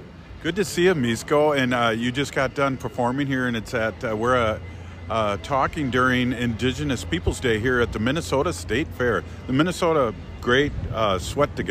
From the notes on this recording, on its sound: Joins live from the Minnesota State Fair. Inside the fairgrounds.